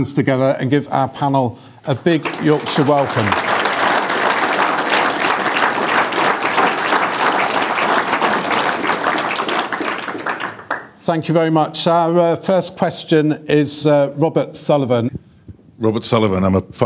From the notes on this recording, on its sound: The Farmers Weekly Question Time event at the Great Yorkshire Showground. Recorded in front of a live studio audience.